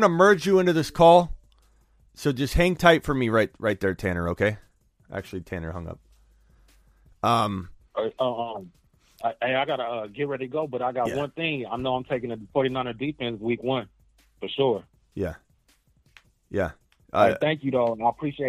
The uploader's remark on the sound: phone calls for roughly 2 hours